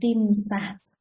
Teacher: Khi chữ tí tỉnh lược thì a nguyên âm a ngắn được làm dài lên, người ta gọi là gù na lên, tức là làm dài lên thì nó trở thành là tim xà.